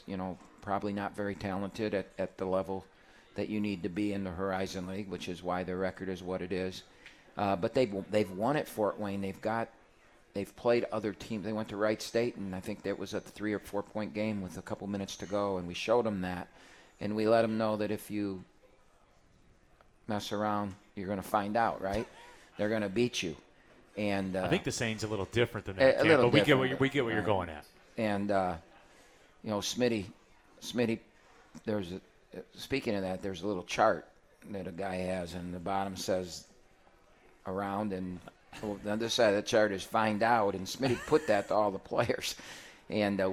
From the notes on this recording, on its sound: Live from RJs Pub in Rochester Hills!